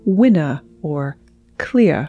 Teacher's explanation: This means that transatlantic speakers drop the R at the end of a word, like winner or clear. · Term: lack of rhoticity